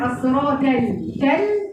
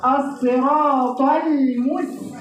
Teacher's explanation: الصراط المستقيم، الصراط ال ادي اول غلطه، الطاء خليتها تاء، تقول لك الصراط التل، هي ليست تل ولكن طل · Shown in: second take